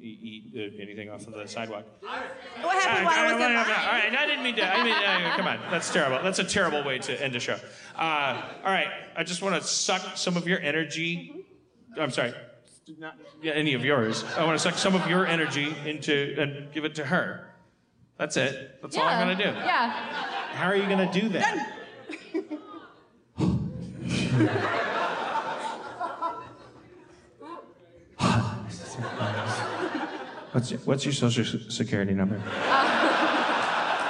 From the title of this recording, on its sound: LIVE in Chicago 2016 at Park West!